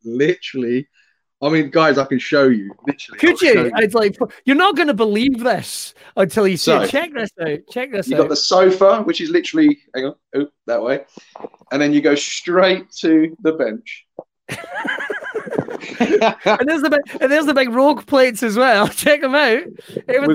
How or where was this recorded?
video call